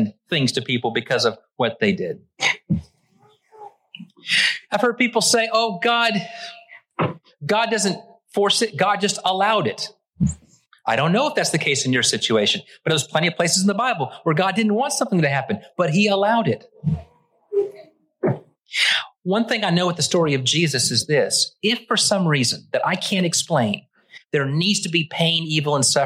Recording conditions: large echoing room